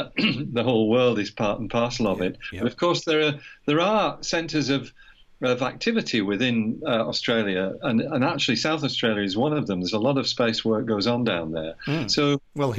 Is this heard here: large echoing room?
no